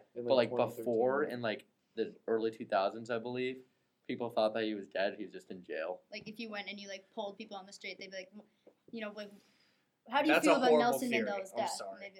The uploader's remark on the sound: This one got messed up while recording, and kind of sounds like it was recorded inside of a vacuum cleaner. I did my best to clean it up while editing, but it's still rough.